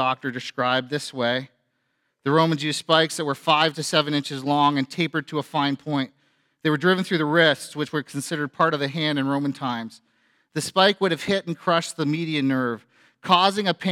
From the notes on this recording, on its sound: A sermon preached on Good Friday at FBC Church in Cobourg,